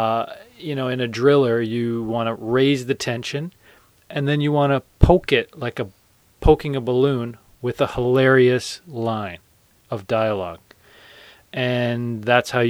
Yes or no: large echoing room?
no